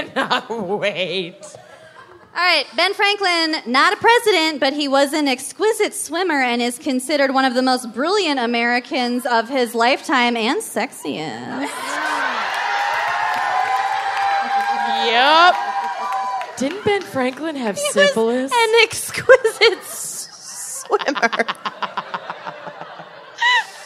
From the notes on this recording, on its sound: Philadelphia LIVE. Live from Philadelphia.